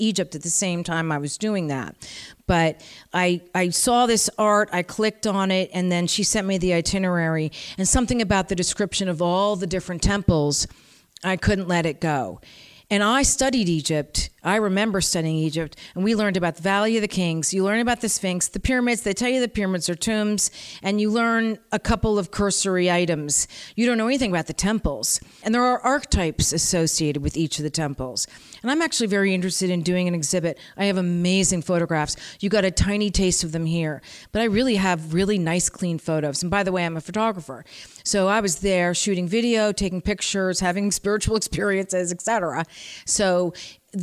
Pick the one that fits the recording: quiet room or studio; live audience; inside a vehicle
live audience